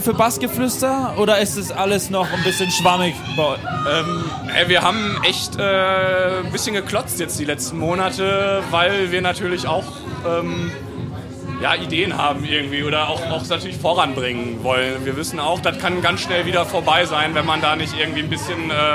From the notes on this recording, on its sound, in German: Diesmal sind wir auf dem Spaze Festival unterwegs. Hinter das Mikro und vor die Kameras bekommen.